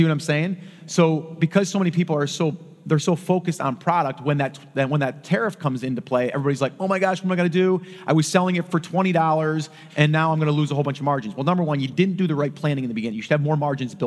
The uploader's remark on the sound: recorded LIVE